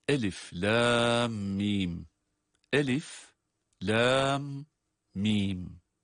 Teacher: Ama lam mim derken lam ifadesi uzatılarak okunuyor. Lam mim mime geçerken, yani mime dokunur dokunmaz, orada bir meddi lazımdan bahsediyoruz.